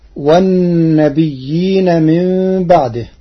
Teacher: قرأ ورش كلمة والنبيين بالهمز مع تخفيف الياء